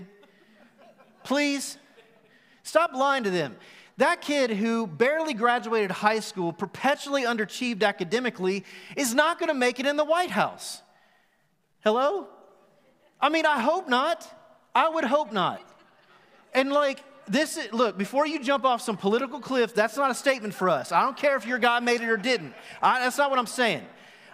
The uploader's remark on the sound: Recorded live at The Fellowship in Nashville